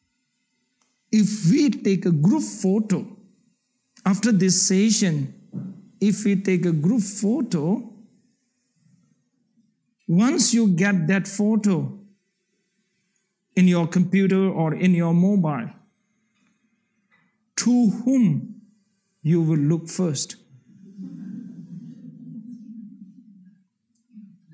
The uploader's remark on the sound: The Rubin Museum presents a weekly meditation session led by a prominent meditation teacher from the New York area. This podcast is recorded in front of a live audience in Chelsea, New York City, and includes an opening talk and 20-minute sitting session.